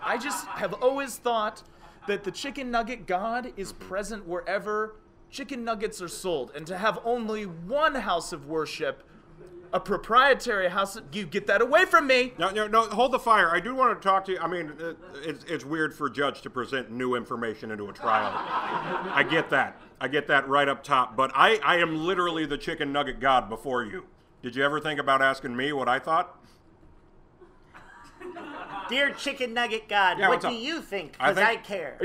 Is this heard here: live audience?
yes